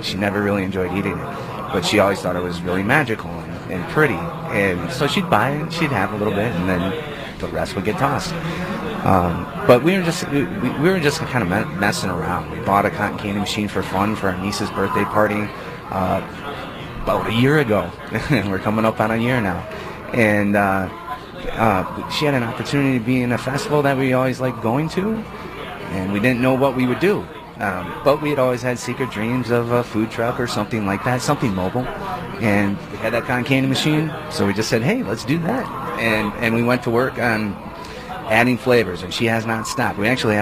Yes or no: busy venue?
yes